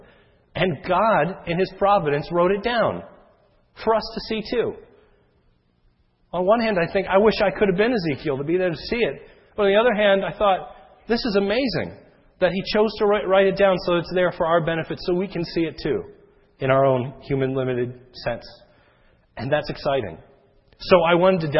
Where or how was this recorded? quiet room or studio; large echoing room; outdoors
large echoing room